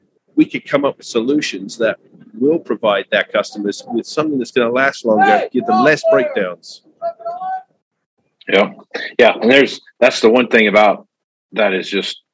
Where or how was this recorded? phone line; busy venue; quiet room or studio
busy venue